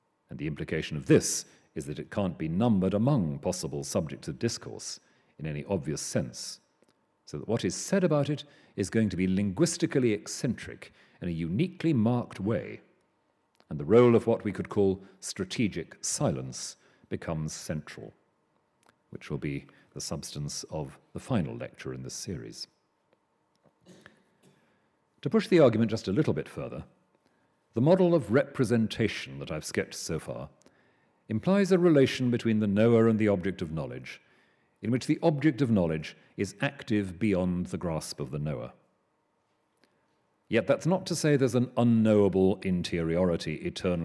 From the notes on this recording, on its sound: Delivers the Gifford Lecture series. Recorded on Monday 4 November at the University of Edinburgh's New College.